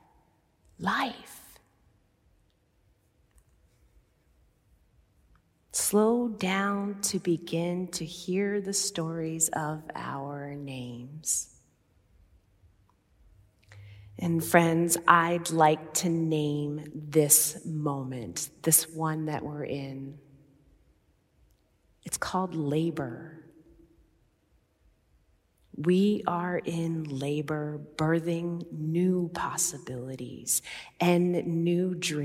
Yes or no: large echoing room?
yes